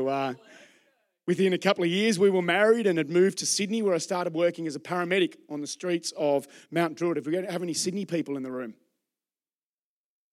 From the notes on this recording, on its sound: Recorded during our Melbourne East service.